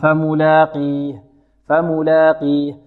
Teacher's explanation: القاف هنا مكسورة في أقل مراتب التفخيم